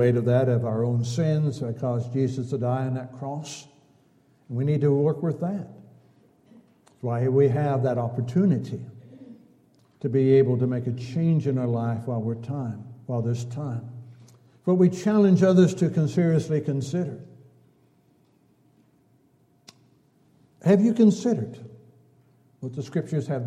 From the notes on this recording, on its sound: Downtown Church Of Christ Audio Sermon